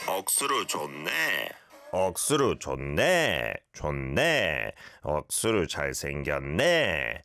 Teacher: Okay, go up at the end.